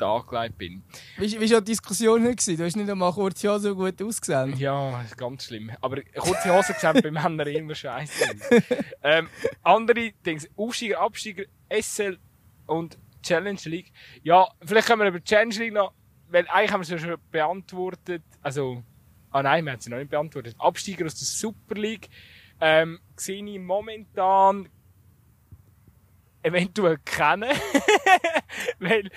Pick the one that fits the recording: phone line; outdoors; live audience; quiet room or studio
outdoors